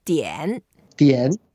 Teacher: We go down first and then go up. · Term: third tone